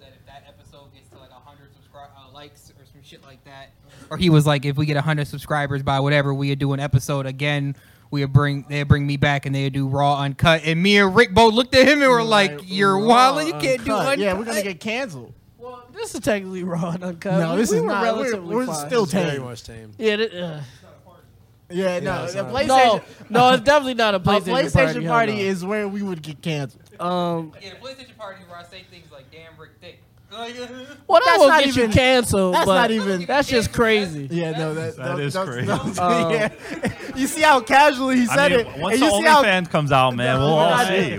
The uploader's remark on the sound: Live at Trend Up! Goes LIVE at the Trend Up Store on 95 Allen Street in Buffalo, NY!